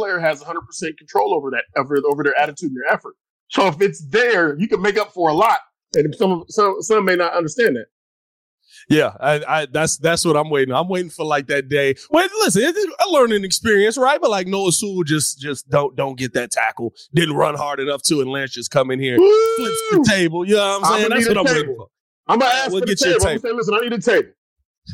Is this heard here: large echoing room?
no